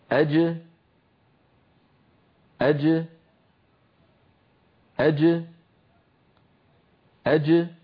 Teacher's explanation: هكذا نلاحظ بأن الصوت ينحبس خلف اللسان ثم ينطلق عندما يبتعد وسط اللسان عن غار الحنك الأعلى، فتخرج الجيم المقلقلة بتباعد طرفي عضو النطق وهما هنا وسط اللسان مع ما يحاذيه من الحنك الأعلى، ثم يتابع الصوت طريقه إلى الخارج وتبقى الجيم شديدة مجهورة، أي محبوسة الصوت محبوسة النفس